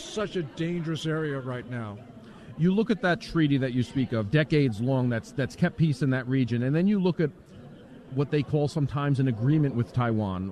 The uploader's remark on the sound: LIVE from CPAC